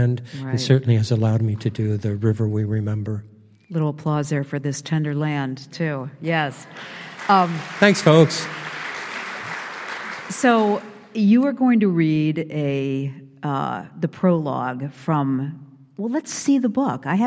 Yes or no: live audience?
yes